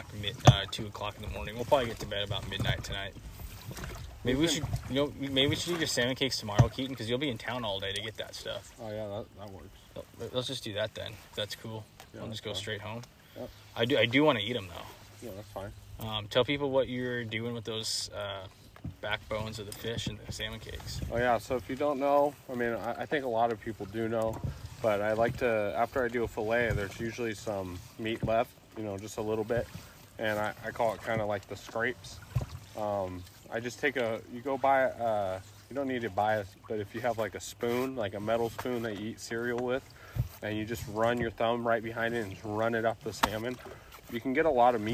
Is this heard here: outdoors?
yes